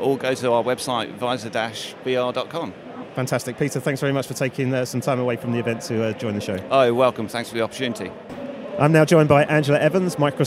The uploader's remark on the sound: The final episode of this special series that we recorded in partnership with Microsoft from their Future Decoded event in ExCeL, London.